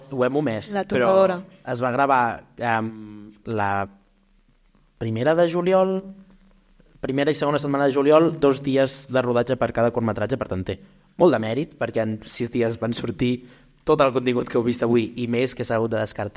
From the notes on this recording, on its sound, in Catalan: Episodi en Directe al Cinema Edison. El vam gravar en directe durant la mostra de curtmetratges de "La Peixera", un projecte impulsat pel Cinema Edison.